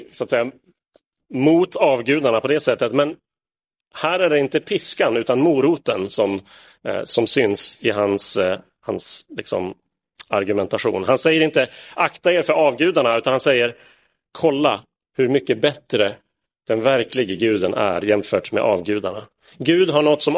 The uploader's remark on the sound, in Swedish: Inspelad i Roseniuskyrkan den 3 juli 2022.